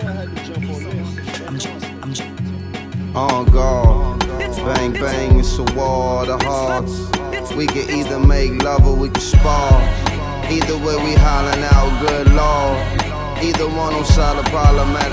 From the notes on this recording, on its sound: Originally broadcast live on June 14, 2018 from the storefront of Kinfolk 90 in Williamsburg, Brooklyn, New York City. Special guest DJ set.